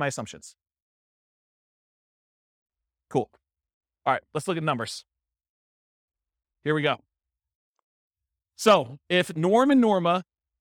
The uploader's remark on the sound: This was a live class recorded.